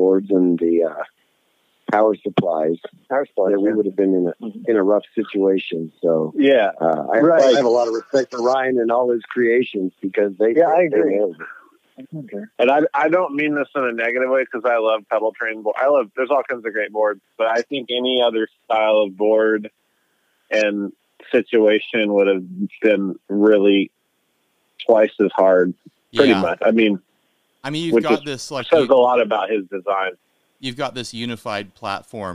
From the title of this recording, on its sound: On the phone